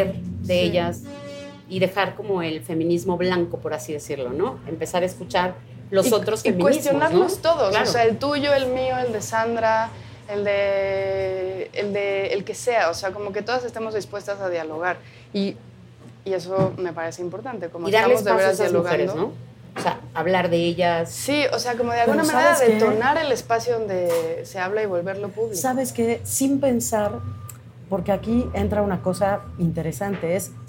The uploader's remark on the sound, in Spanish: En este capítulo especial grabado desde Clarice Café y Literatura.